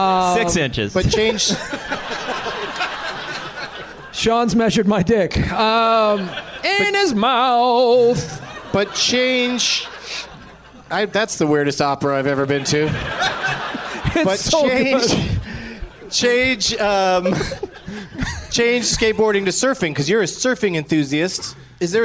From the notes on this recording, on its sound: Live from the Helium Comedy Club in Portland Oregon.